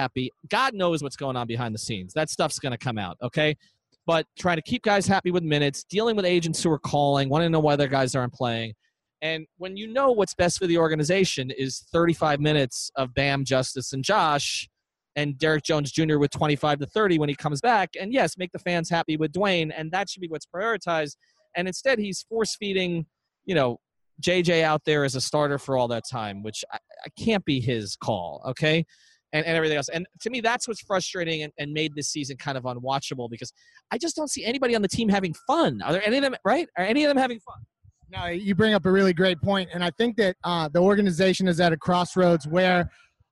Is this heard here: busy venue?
yes